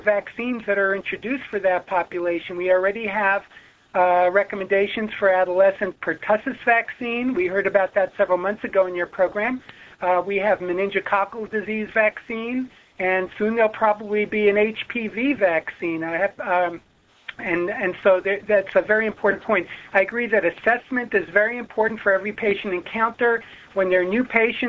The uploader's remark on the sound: Author in the Room® Teleconference.